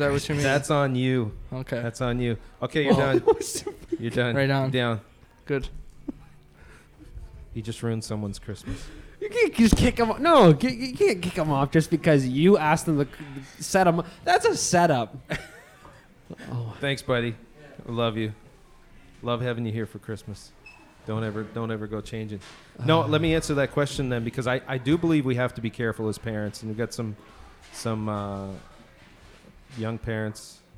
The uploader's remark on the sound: a small live recording of their 50th podcast